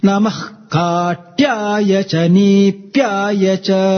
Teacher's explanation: any visarga followed by ka. Okay, that little extra ka sound comes.